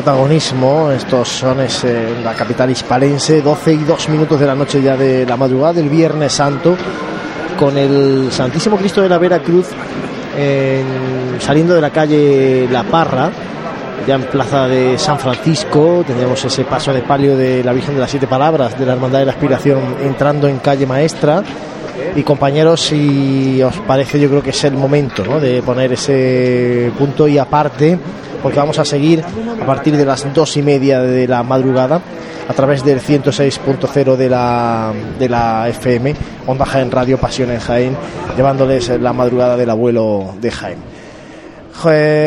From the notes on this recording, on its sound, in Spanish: Abrimos conexión en directo con la calle Maestra, donde se encuentra ya Jesús Preso. La Cruz de Guía de la Expiración llegando a la zona de tribuna.